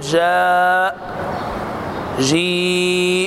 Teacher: المد المتصل يمد بمقدار 4 أو 5 حركات